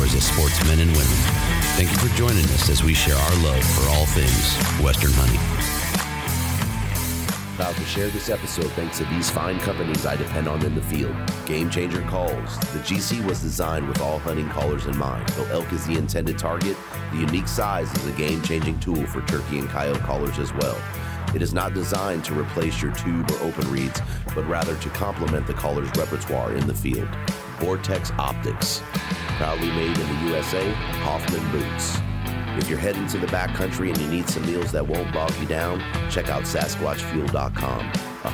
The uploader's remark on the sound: Hunt Expo 2020 live Interview